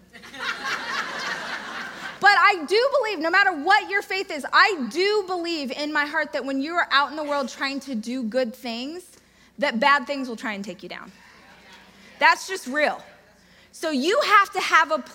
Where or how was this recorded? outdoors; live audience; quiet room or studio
live audience